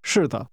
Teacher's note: That's a falling tone followed by a neutral tone.